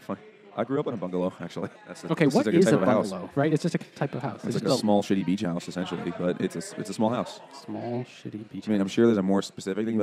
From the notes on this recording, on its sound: The Rockaway Brewing Company ‘s tap room in Long Island City, Queens.